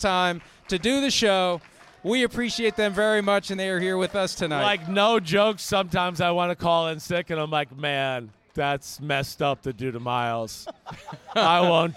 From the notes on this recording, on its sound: Live Audience Show from Las Vegas!